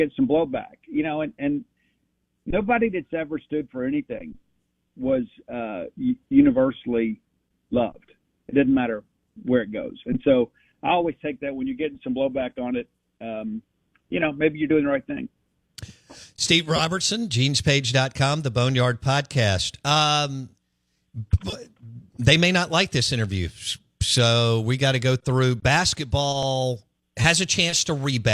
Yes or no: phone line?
yes